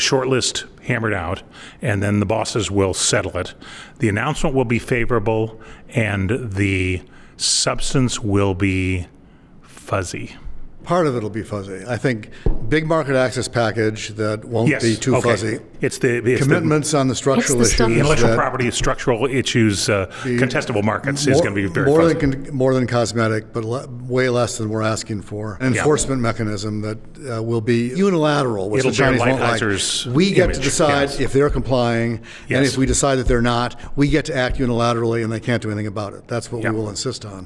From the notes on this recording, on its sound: Record in front of a live audience of members from the LGBT Professionals in International Trade (GATT) and the Association of Women in International Trade (WIIT).